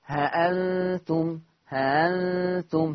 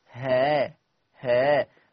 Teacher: الهمزة المسهلة لا هي تتحقق ولا هي تطلع حرف هاء · Shown in: first take